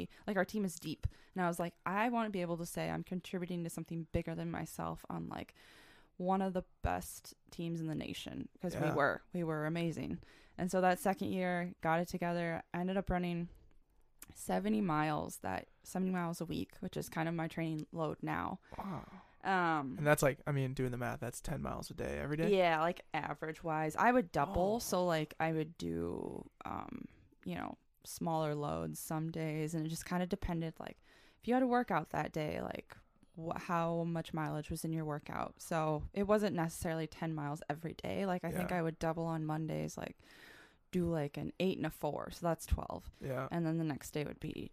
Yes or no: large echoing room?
no